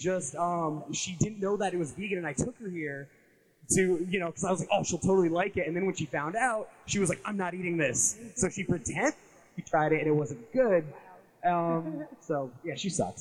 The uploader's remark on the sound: The audio quality is passible. Live at Syracuse Vegfest! We did our best to record the Vegan Bosses panel we did at Central New York Vegfest in Syracuse, NY in mid October through all the wedding chaos.